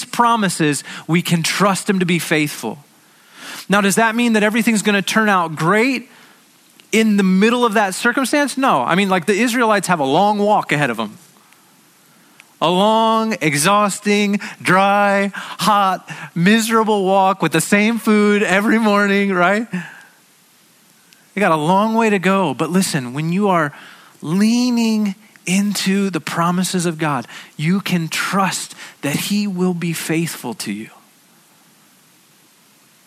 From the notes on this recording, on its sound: at Sojourn Galleria Church on Sunday, August 4, 2019